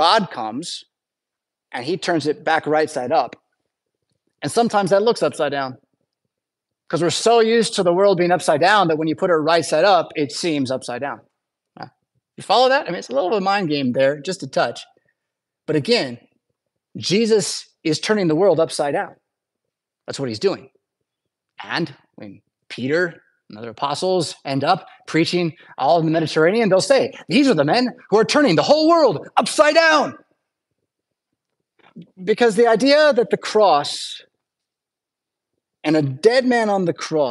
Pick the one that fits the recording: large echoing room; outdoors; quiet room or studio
large echoing room